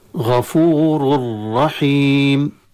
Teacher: غفور رحيم، هذا الحذر هنا من تكرير الراءات، خاصة التقى راء منونة بعد راء ثانية وأدغمت أو أدغم التنوين في الراء فأصبحت مشددة، انتقل من راء إلى راء مشددة، فاحتمال التكرير وارد، احتمال التكرير وارد.